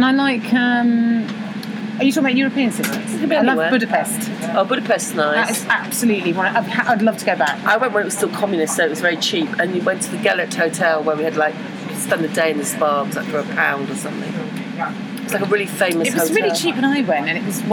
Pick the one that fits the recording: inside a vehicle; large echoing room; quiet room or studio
inside a vehicle